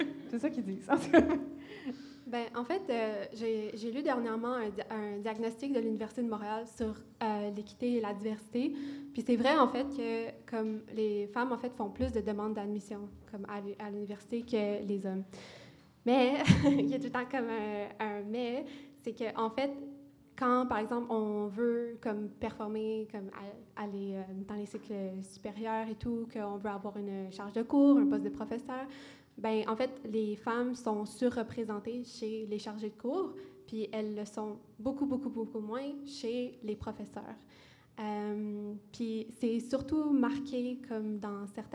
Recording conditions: live audience